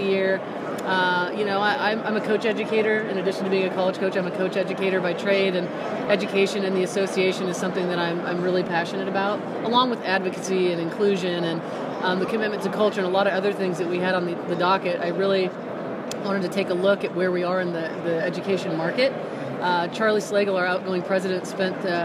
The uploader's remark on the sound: Live from the 2019 USC Convention